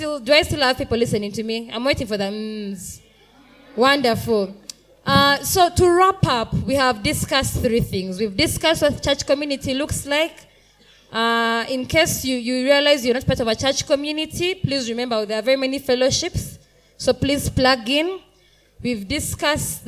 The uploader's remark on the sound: Panel Session :: Ablaze Youth Conference 2023 :: Day 2 :: Afternoon Session. During the afternoon session of Day 2 of Ablaze Youth Conference 2023, we had a panel session.